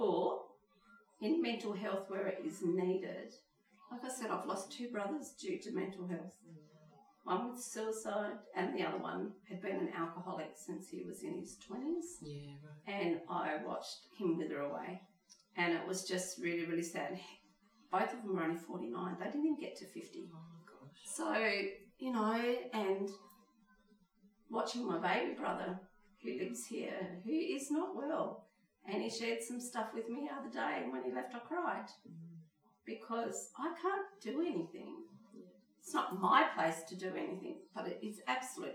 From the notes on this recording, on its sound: Today you'll hear chatter and background noise.